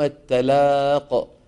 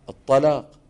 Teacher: كلمة لينذر يوم التلاق إذا فخمنا التاء شو بتصير؟ الطلاق · Shown in: second take